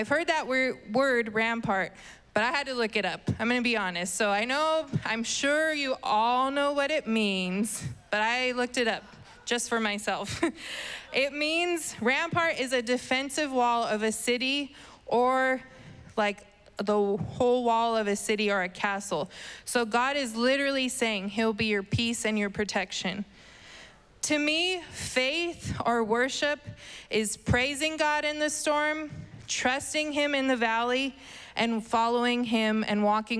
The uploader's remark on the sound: was preached on May 9th at the 11:30AM service